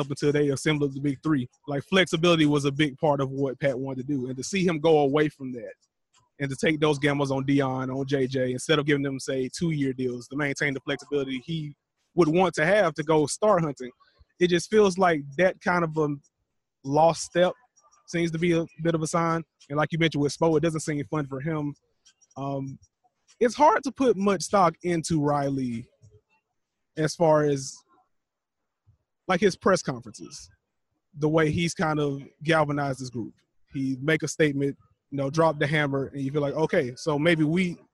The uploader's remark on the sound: LIVE from All-Star Weekend Special. Live at All-Star weekend in Charlotte.